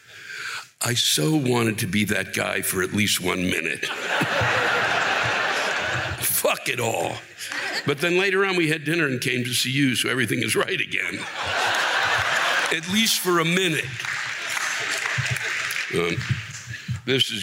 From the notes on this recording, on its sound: Whisking everything to Austin, TX where he set up shop at the Moody Theater (where they tape the iconic Austin City Limits).